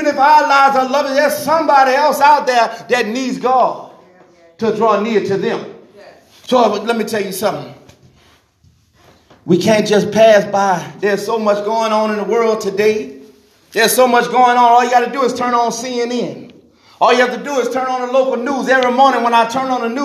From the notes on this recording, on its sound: This message was recorded at "Divine Mission House Of Prayer